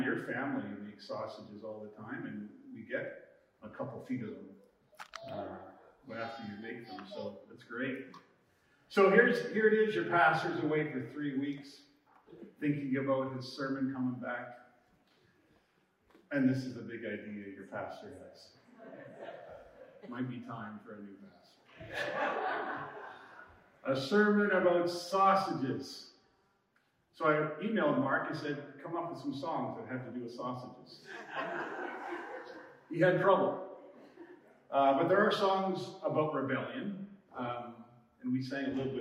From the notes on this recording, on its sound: We ran into some trouble with our live recording, so our audio isn’t as crisp as we aim for.